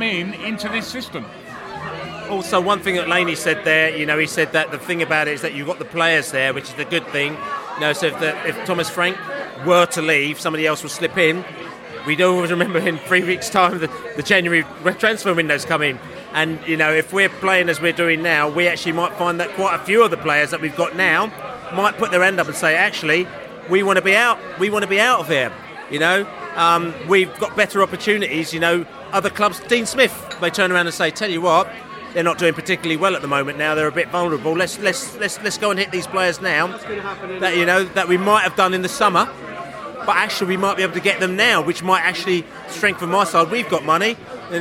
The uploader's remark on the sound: The Beesotted pre-Bolton Christmas Podcast. Met up for pre-Christmas drinks at the George IV pub in Chiswick.